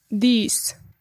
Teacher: DH ist die stimmhafte Variante des englischen TH, zum Beispiel in these. Da ist es wichtig, dass eure Stimmlippen im Rachen schwingen.